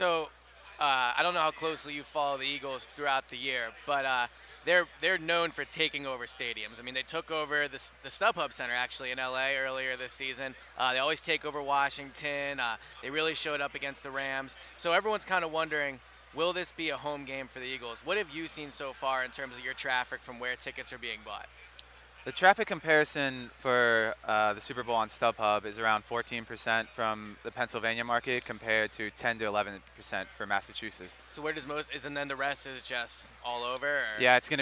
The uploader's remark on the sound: Day 4 from Radio Row at the Super Bowl.